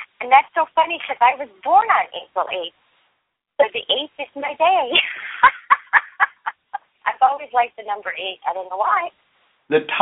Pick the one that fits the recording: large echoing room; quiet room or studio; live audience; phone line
phone line